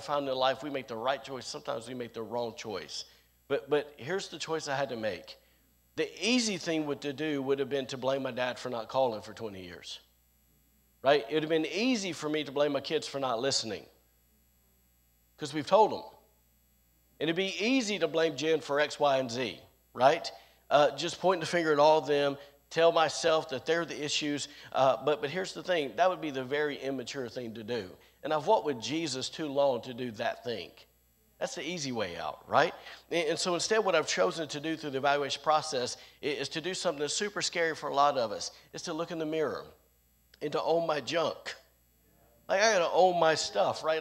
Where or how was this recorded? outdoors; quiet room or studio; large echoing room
large echoing room